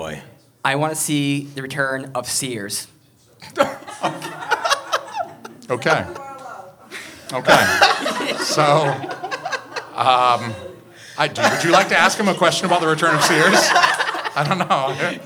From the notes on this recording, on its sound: We go live at Curlies Comedy Club, New Hampshires only comedy club